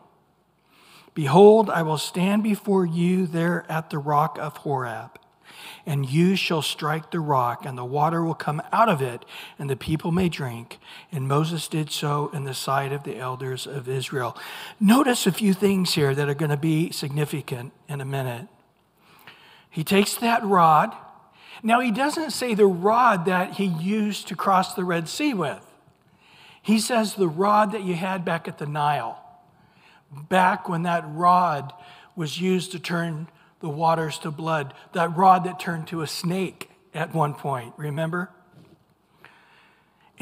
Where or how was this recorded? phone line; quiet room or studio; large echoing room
large echoing room